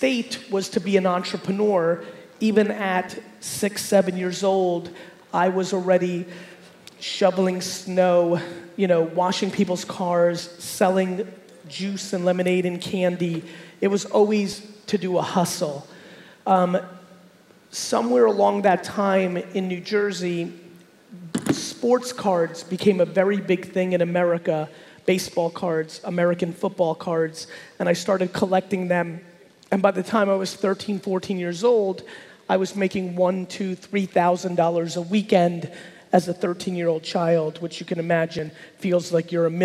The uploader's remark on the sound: RD Summit 2019. A keynote that I gave at the RD Summit in Brazil.